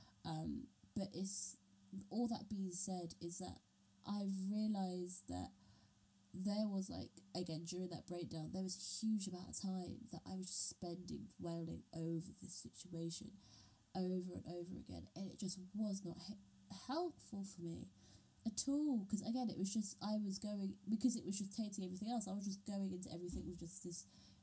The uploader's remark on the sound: My mic broke....we're gonna have some funky audio for the next few episodes folks.